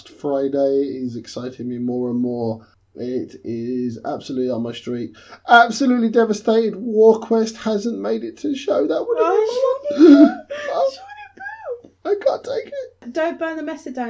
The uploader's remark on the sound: Essen Spiel '16 Live Report. Episode recorded in an Essen hotel room so please forgive any reduction on sound quality.